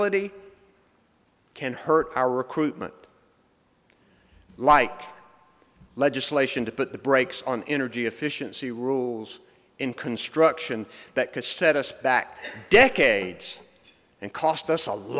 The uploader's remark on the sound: Speech from NCSEA’s recent Making Energy Work conference which took place November 2-3 in Raleigh.